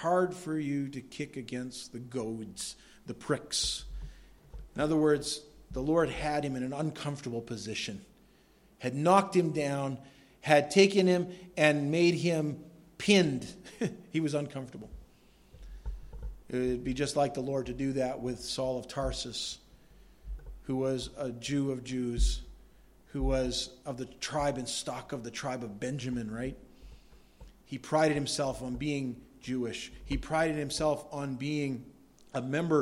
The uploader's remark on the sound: Delivered at Madawaska Gospel Church.